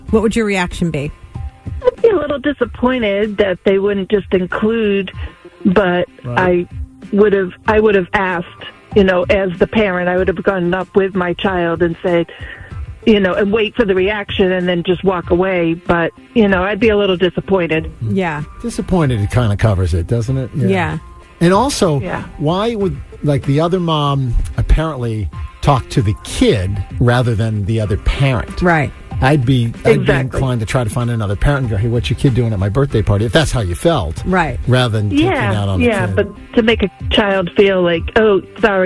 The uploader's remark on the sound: The MAGIC Listeners called